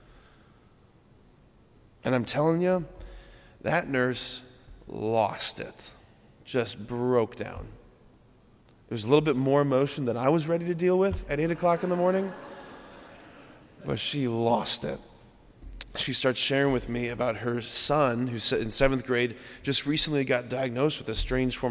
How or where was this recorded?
large echoing room